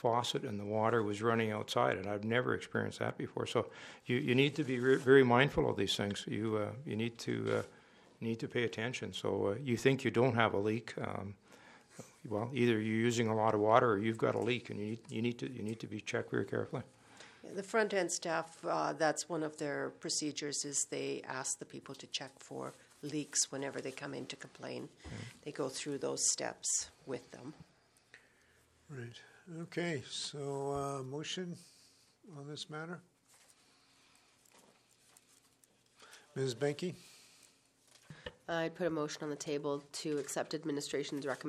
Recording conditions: large echoing room